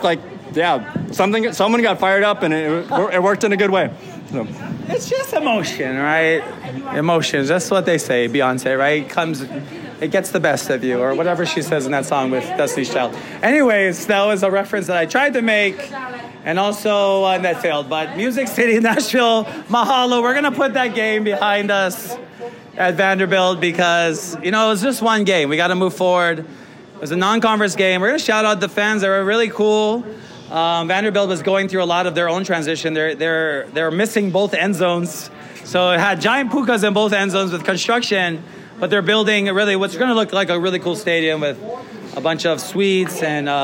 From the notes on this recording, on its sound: In front of a live audience at Agave & Vine at Ala Moana Center.